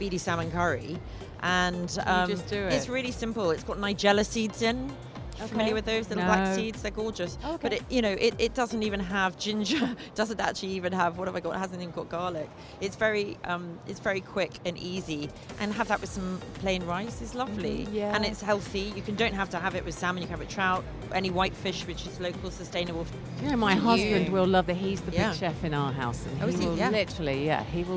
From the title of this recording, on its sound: Live from SIBF 2023